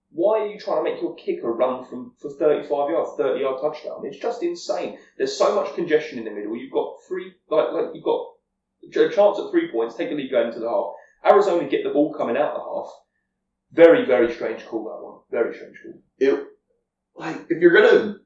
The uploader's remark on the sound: To film the first in-person pod of the year! Sorry for the audio quality, the apartment isn't exactly built for acoustics.